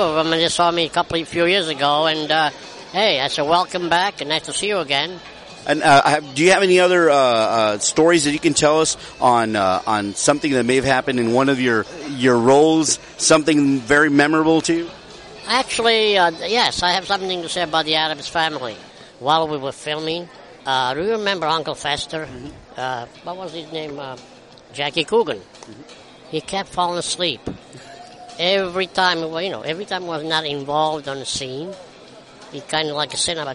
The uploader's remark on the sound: We traveled into the heart of geekdom and awesomeness this weekend at the South Texas Collectors Expo. While there, we unleashed the bear claw backscratcher-mounted microphone into the faces of attending celebs.